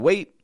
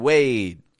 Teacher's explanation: not releasing the D, just stretching out the A · Shown in: second take